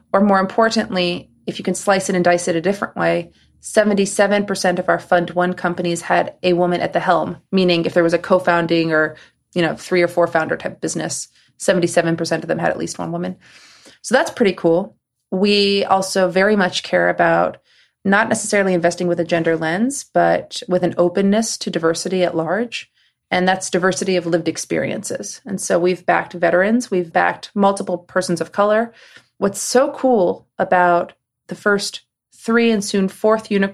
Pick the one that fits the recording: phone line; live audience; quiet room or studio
quiet room or studio